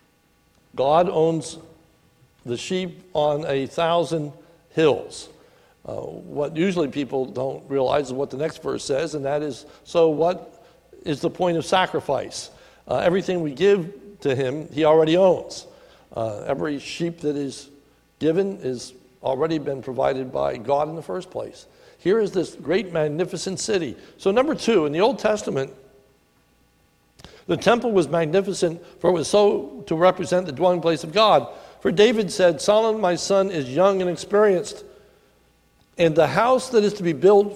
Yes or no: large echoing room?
yes